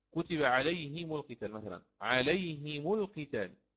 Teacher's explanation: طيب مثال ذلك الآن، الياء الساكنة نأخذ اللينة مثلا، كتب عليهم القتال مثلا، عليهم القتال، هنا كسرنا الهاء وضممنا الميم لأن ما قبلها ياء ساكنة